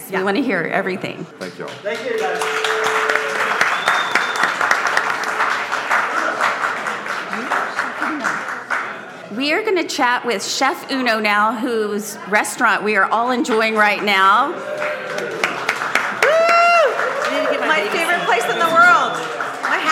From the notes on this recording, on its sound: due to this episode being a live recording, the audio quality is not the same as our in studio recordings